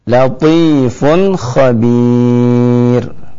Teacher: Walaupun dia berharokat kasrah, huruf-huruf tebal atau huruf-huruf isti'la, walaupun harokatnya adalah kasrah, tetap kita membacanya dengan tebal